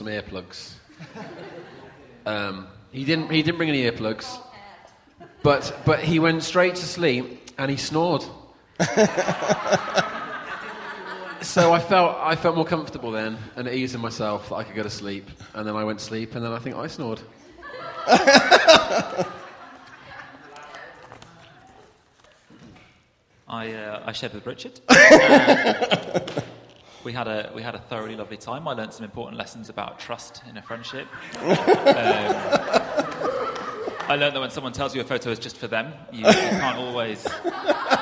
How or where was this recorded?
large echoing room